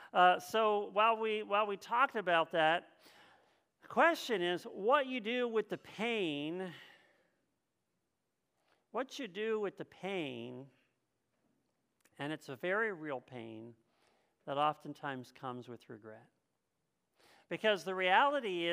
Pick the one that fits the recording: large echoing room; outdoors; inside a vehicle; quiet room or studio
large echoing room